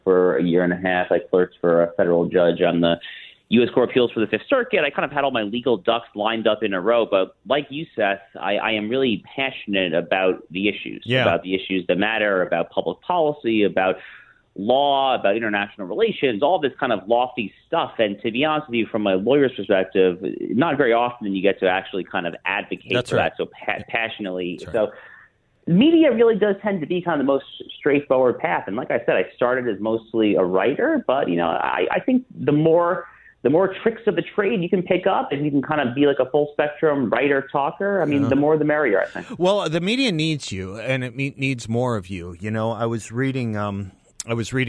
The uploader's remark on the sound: joins the show by phone